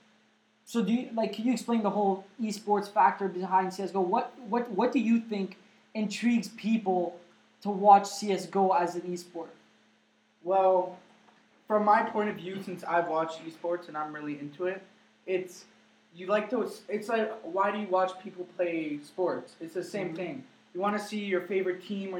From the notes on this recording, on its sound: This podcast was recorded in a room in a not optimal recording environment.